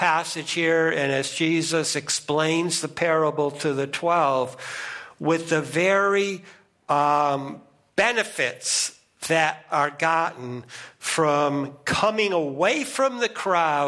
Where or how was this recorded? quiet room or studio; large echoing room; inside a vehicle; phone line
large echoing room